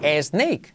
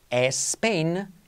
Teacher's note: cuando las palabras empiezan por S más consonante, tendemos a poner una E delante · Term: la S líquida